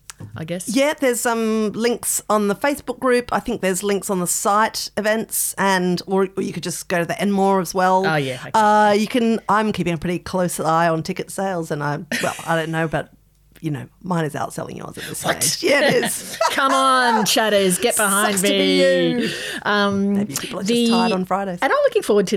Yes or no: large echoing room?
no